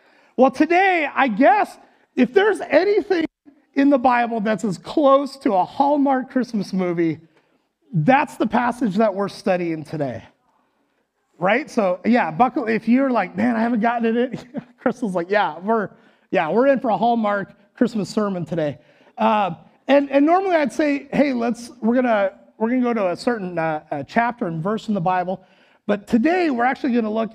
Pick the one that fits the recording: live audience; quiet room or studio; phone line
live audience